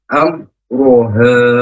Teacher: Am roha am mim sukun bertemu dengan huruf roh, namanya bacaan izharu syafawi. Izharu itu jelas syafawi di bibir. Jadi bibirnya jangan sampai mantul dan juga jangan sampai berdengung. Am roha, rohnya tebal, hanya panjang dua harokat.